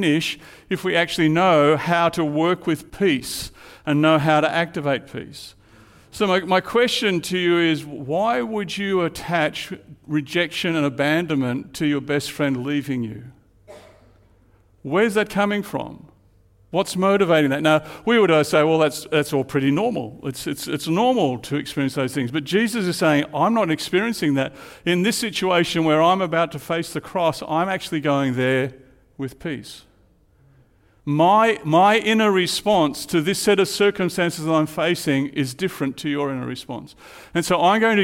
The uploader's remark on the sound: Live at Echo Church Melbourne Sunday February 11